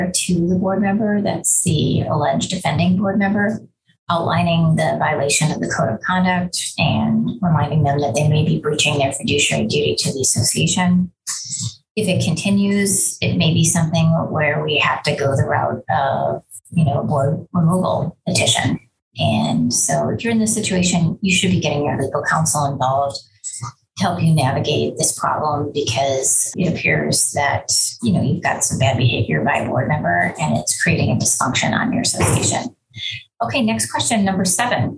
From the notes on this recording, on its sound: Zoom & Facebook Live First Friday Free Call-In